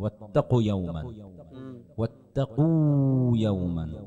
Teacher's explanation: انت ما عم تلفظ واو عم تلفظ ضمه واتقوا يوما بدك مده شوي احسنتم الله يحفظكم في كلمه بس